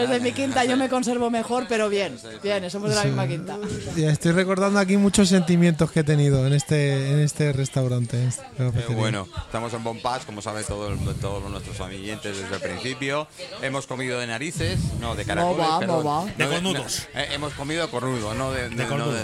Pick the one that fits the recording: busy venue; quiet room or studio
busy venue